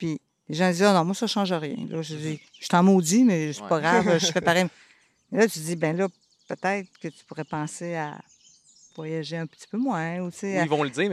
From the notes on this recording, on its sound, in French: enregistré à l'extérieur, devant le Lac Waterloo